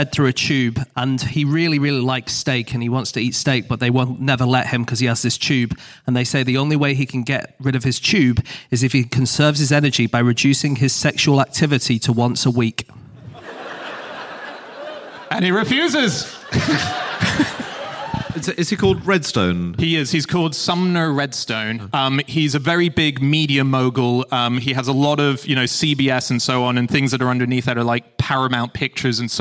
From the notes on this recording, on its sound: Live from Barnstaple